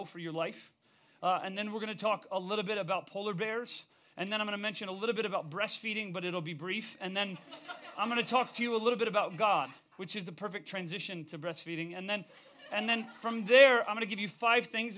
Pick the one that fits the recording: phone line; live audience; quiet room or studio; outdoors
live audience